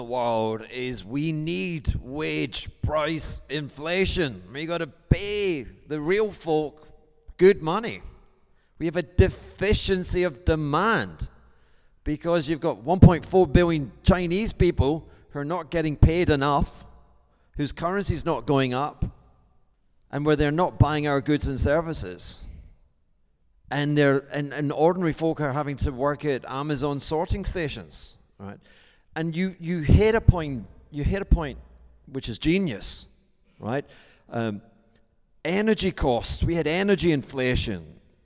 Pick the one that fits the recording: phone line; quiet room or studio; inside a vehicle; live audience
live audience